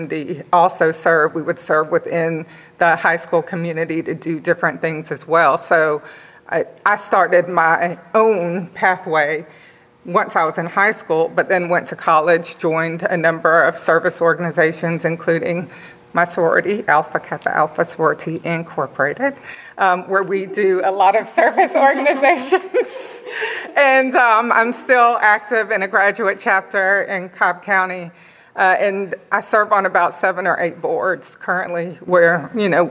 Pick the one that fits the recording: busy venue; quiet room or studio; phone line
busy venue